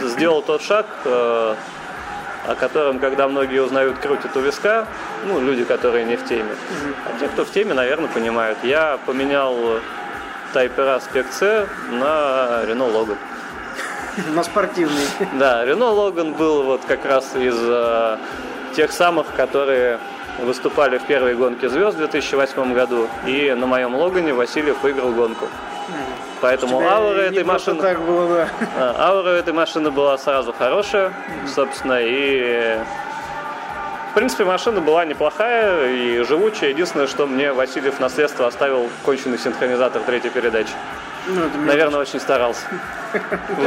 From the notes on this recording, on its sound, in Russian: Этот выпуск я записал в одном из московских кафе